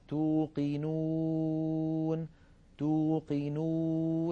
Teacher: لاحظوا بأن مقدمة اللسان هي قريبة من الأسنان السفلى، بينما مؤخرة اللسان قد ارتفعت إلى الوراء عاليا بخلاف الألف، ولكنها لم تلامس الحنك اللحمي الأحمر اللون الذي نراه، بل بقي هناك فرجة يمر منها الصوت. · Term: الواو